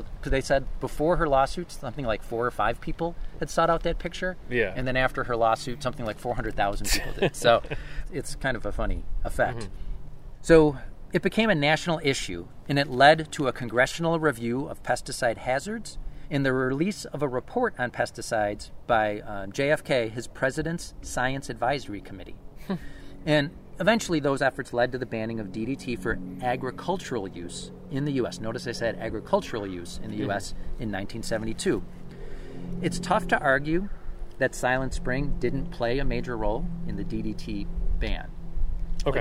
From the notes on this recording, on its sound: This episode was recorded on May 16, 2023 at the Hampton Brook Woods Wildlife Management Area in Hamburg, NY.